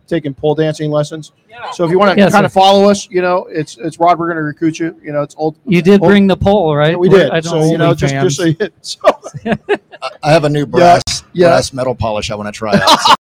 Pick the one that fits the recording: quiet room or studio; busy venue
busy venue